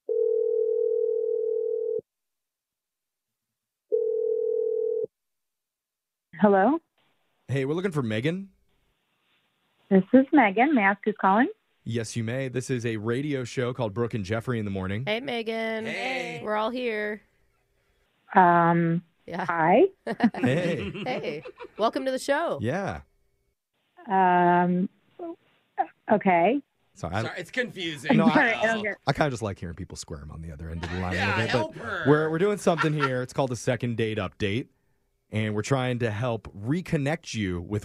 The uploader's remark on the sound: The guy on the phone today